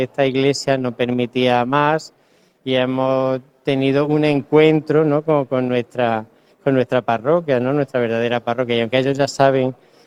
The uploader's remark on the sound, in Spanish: Hablando telefónicamente. Además enviamos a nuestras unidades móviles a la Parroquia San Juan Pablo II y a la Iglesia Conceptual de la Purísima Concepción para vivir en directo el ambiente que rodea a las hermandades de Santa Cena y Estrella.